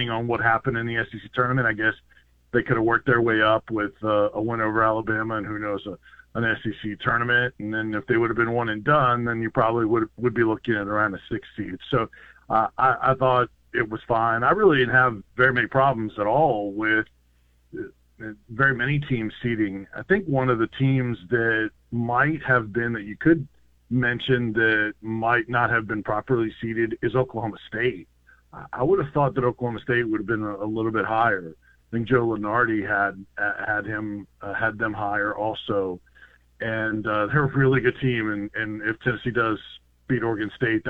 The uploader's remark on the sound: your phone calls